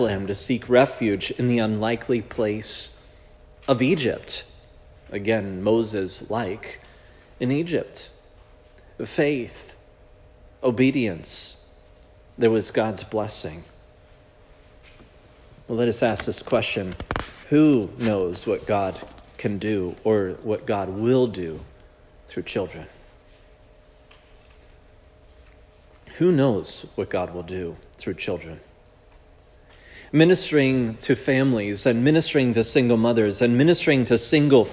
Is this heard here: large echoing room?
yes